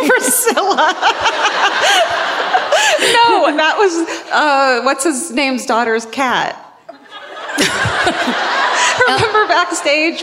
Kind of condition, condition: setting, live audience